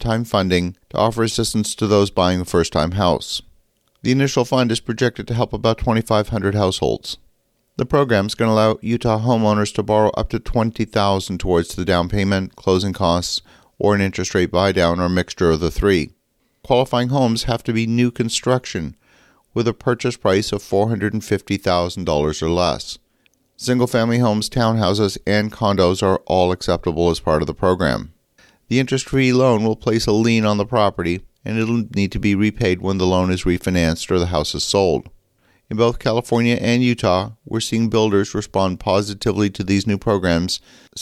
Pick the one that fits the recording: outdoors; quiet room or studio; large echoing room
quiet room or studio